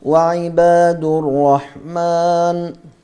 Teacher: النون أنت سكنت وقفت عليها فسكنتها، هي مكسورة وقفت عليها فسكنتها، قبلها ألف، فهنا الألف هذا يكون حكمها مد عارض للسكون، أي بسبب السكون اللي هو للنون، وفيها التوسط والقصر، والقصر والتوسط والإشباع، وحكمها الجواز.